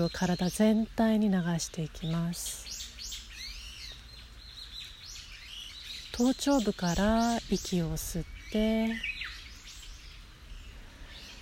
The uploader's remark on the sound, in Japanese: 自然音とともに行うボディスキャン瞑想。逗子の披露山公園の山の中で録音したボディスキャン瞑想です。